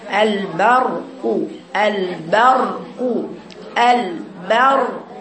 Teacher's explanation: عندك الراء هنا ساكنة مفخمة لأن ما قبلها مفتوح